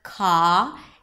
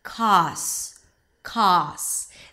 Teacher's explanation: a costume is pronounced with a k sound, and then it's the ah as in father, ka, and then there is an s, kos, kos. · IPA: ˈkɑːstuːm